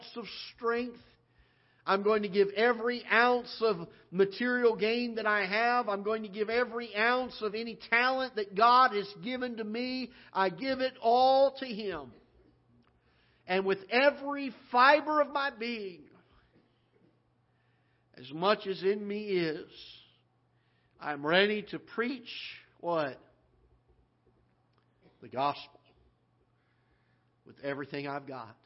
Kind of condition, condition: setting, large echoing room